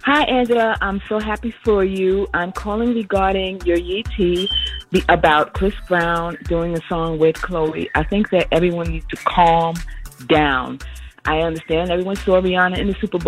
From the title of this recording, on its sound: Listeners Call